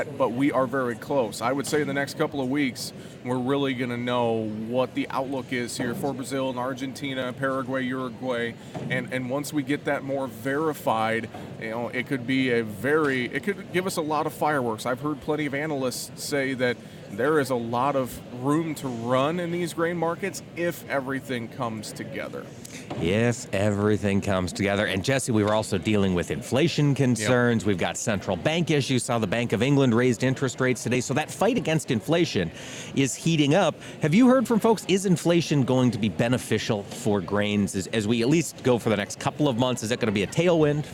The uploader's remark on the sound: AOA was on location today at the NCBA convention in Houston, broadcasting from the Christian Hansen booth.